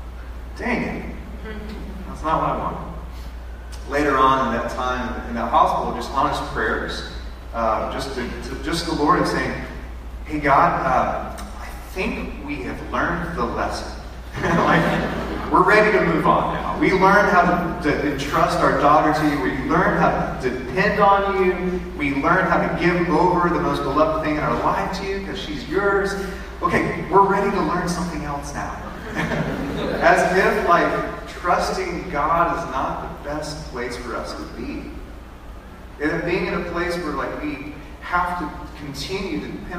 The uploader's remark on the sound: Sorry for the bad audio quality.